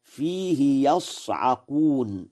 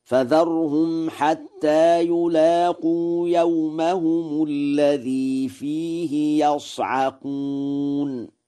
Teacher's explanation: قرأ ورش: فيه يصعقون بفتح الياء مبنيا للفاعل